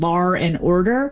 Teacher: The linking R, which is an extra R we find in dialects that typically drop the R, and New York is one of those, British English is another, and that is where you get lar and order.